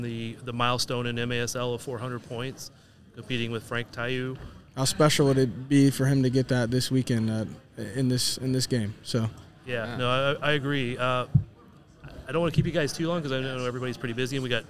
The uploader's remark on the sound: We're recording from the United Soccer Coaches Convention in downtown KC this week, and there's a certain buzz about arena soccer around here.